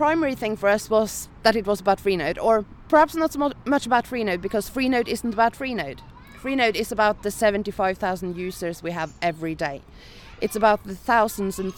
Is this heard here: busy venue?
yes